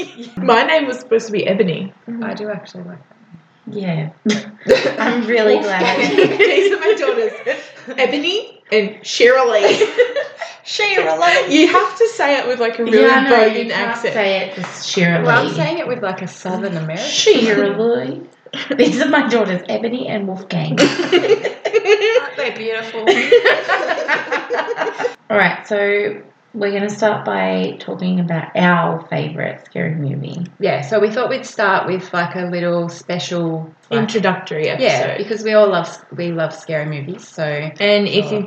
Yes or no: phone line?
no